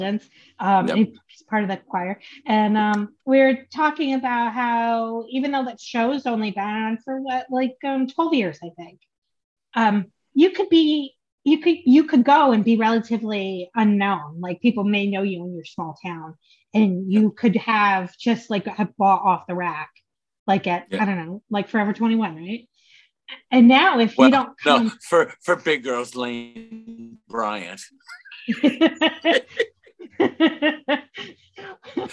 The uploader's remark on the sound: I am so sorry for the audio glitches on this episode!